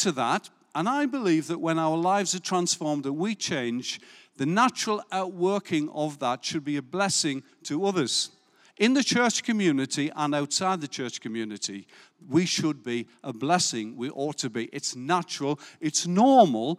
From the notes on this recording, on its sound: Recorded live at Life Church Lancashire on the 26th June 2022